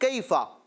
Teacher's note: یا ساکن سے پہلے زبر آ رہی ہے، لہٰذا کیا ہوگا؟ یا لین، اور اس کو کھینچیں گے نہیں، کیفا. ٹھیک ہے، دیکھیں اگلی آیت، آیت نمبر 18 میں بھی یہی لفظ کیفا، آیت نمبر 19 میں بھی کیفا، آیت نمبر 20 میں بھی کیفا.